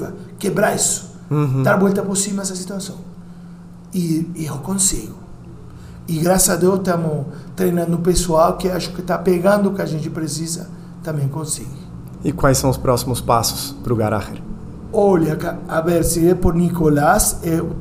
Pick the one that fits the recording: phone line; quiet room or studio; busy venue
busy venue